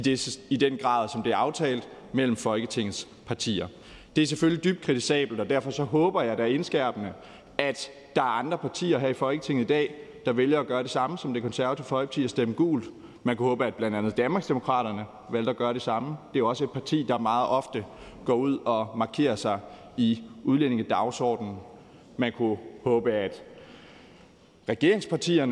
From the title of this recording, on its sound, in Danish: Møde i salen